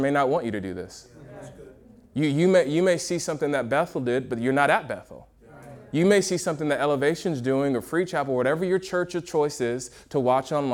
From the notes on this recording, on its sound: a Q&A session from UG Conference at Motion Church in Seattle